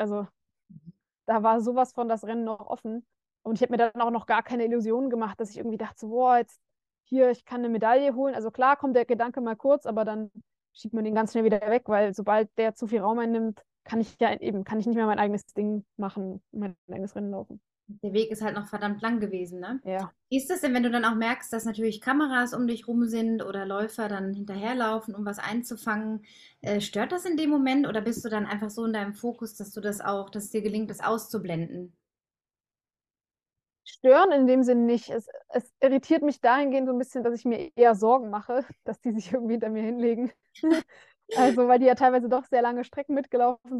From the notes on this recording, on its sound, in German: per Videocall